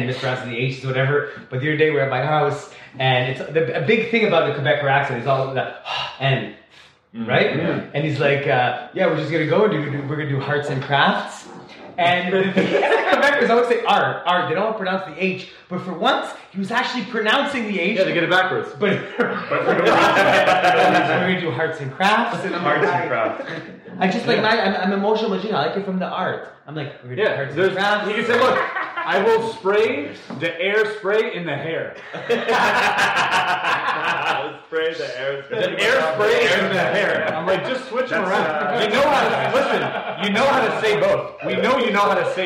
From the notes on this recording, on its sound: Sorry for the echoey sound.